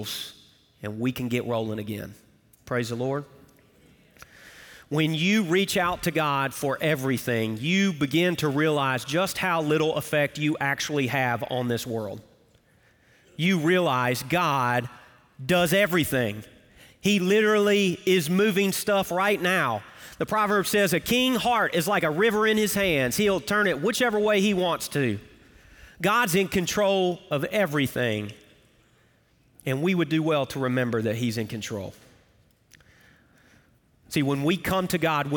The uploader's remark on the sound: Recorded Live at Brookwood Church